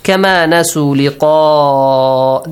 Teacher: The mad is wajib to extend for six counts.